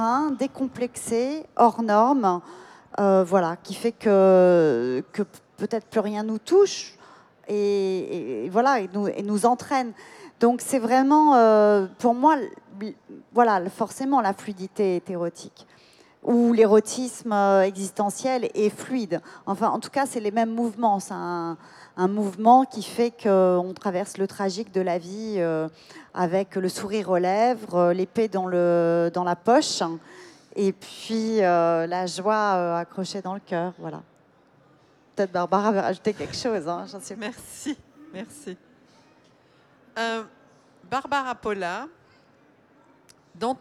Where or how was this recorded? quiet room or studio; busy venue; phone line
busy venue